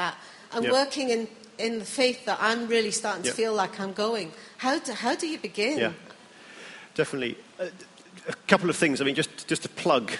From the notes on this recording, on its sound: answer questions after the keynotes at the Bradford 09 conference